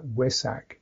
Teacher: the Thais will tend to pronounce what we would see as a V, as a W, like Wesak.